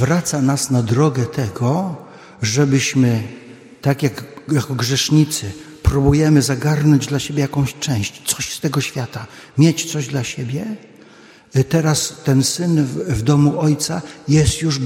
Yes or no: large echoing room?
yes